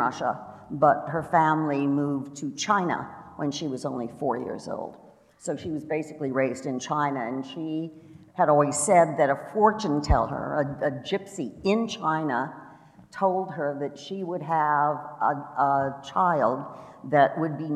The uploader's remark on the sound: Live at CrimeCon